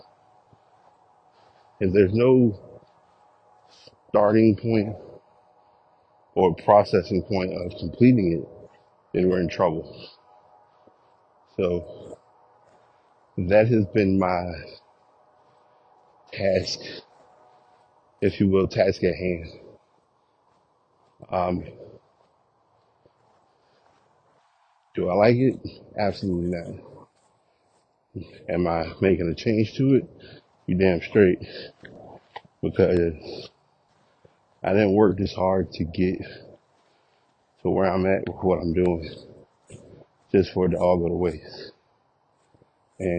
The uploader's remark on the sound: Walk Recording